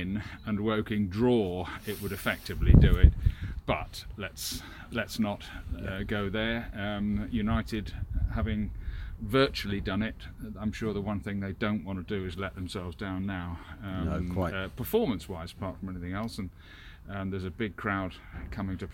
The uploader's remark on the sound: The boys are outdoors again for this week's podcast. They have a guest with them.